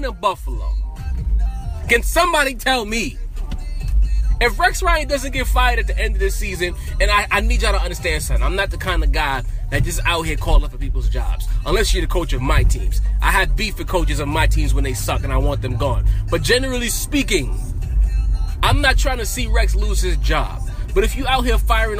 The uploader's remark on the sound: Car Sessions in New York City. While driving through the streets of New York City.